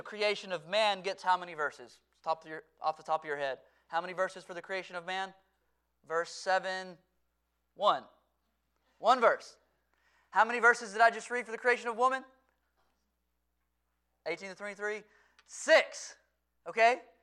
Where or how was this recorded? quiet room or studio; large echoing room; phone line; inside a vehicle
large echoing room